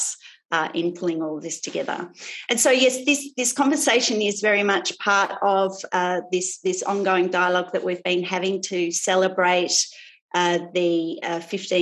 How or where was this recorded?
video call